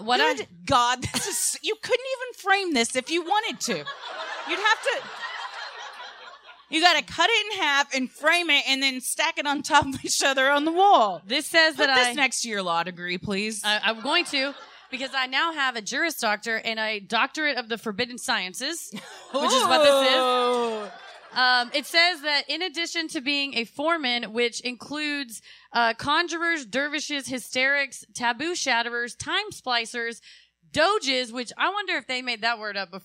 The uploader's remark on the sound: Recorded Live at The Improv, Addison.